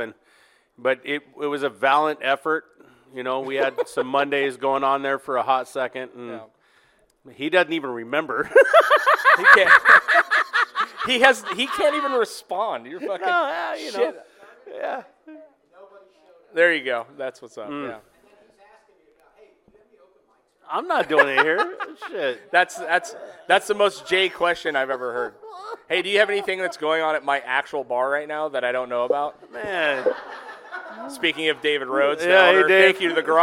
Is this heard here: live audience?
yes